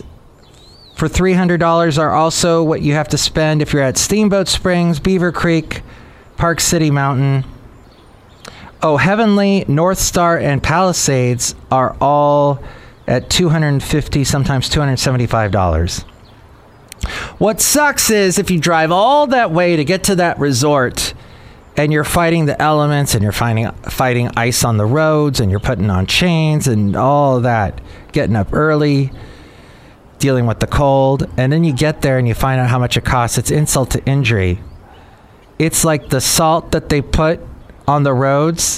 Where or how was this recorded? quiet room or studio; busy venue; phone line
busy venue